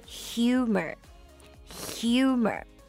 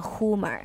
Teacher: 注意一下它的 h 还有 u, 中间有一个 y 的音 · Shown in: first take · 就是 humor, humor。